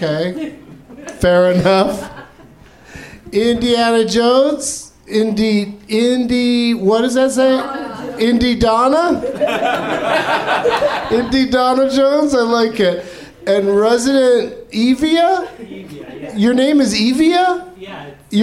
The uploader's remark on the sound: Live from the NerdMelt Showroom in LA